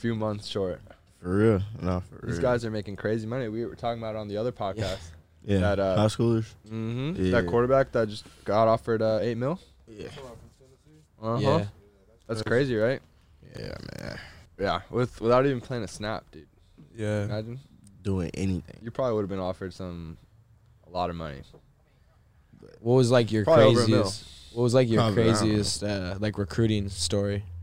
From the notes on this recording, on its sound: Join the boys in the truck.